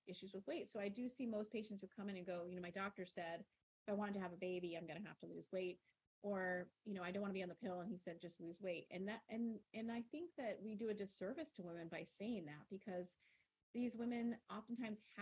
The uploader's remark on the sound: Despite our high standard for great recordings, we had some difficulties with the sound on this interview. We have tweaked the dials to get the sound as good as possible.